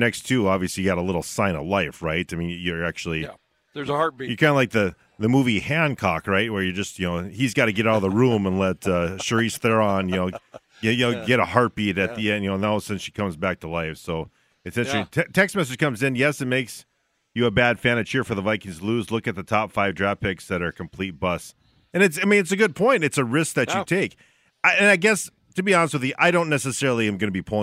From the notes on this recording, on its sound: broadcasting live from Bulldog Tap